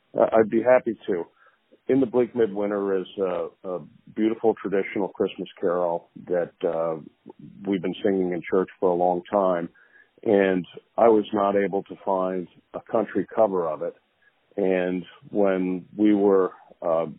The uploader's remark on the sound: On the phone